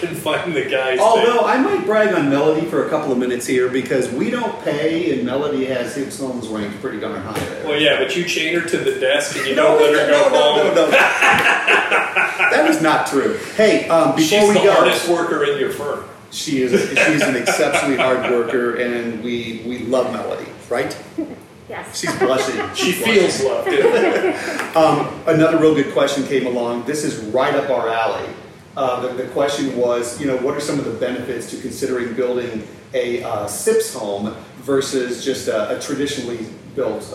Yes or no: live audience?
yes